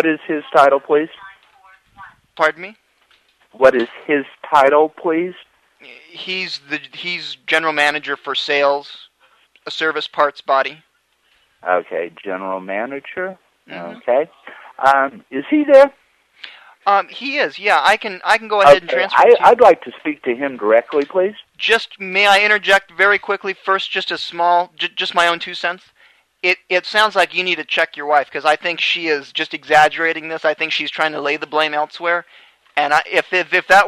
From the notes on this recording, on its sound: Prank Phone Calls Collection